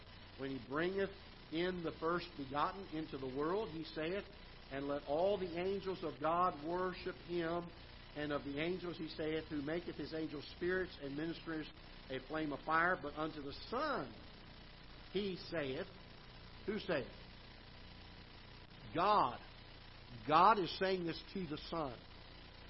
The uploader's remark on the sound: Ketha Heights Baptist Church ~ Live Broadcast